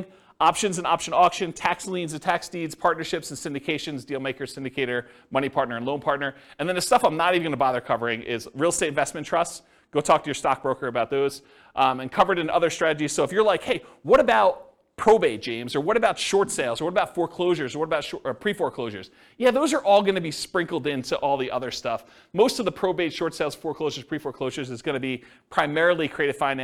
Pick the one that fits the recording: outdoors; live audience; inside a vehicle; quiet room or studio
live audience